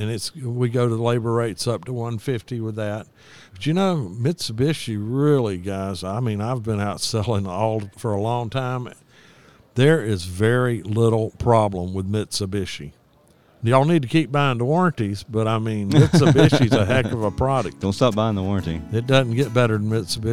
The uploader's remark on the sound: This episode is recorded live from the AHRexpo in Orlando FL 2020.